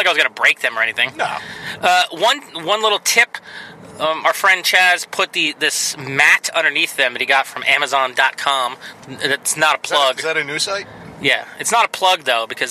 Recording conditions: inside a vehicle